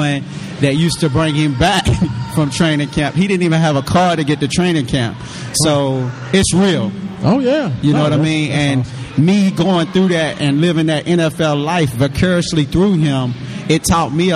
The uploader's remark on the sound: SSA Grand Opening Live Remote. Broadcast live from the grand opening of …'s Super Student Athlete Life Center.